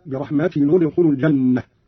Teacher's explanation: قرأ قالون بضم أولى الساكنين وهو تنوين التاء هكذا: برحمة ندخل الجنة.